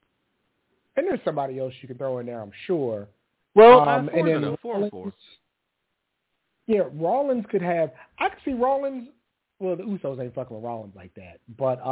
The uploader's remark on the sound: Live calls. Leave a voicemail to be played on-air.